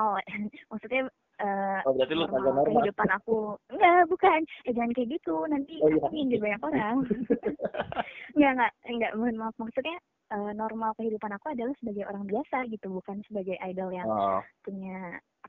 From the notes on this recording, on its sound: By phone ditengah wabah Covid 19.